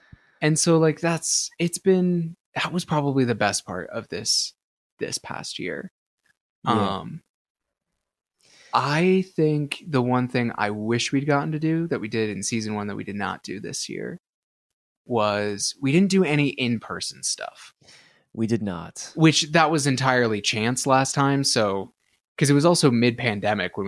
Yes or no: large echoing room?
no